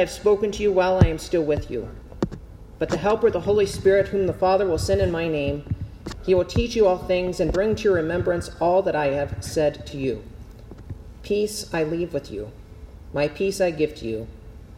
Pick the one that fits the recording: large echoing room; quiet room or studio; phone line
large echoing room